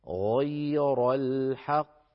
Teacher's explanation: في الفصيح وفي قراءة القرآن لابد من تفخيم الغين وتفخيم الراء